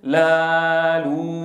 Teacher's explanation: يهتز الأوتار الصوتية مستمرة بالاهتزاز في الألف وفي الياء وفي الواو · Term: اهتزاز الأوتار الصوتية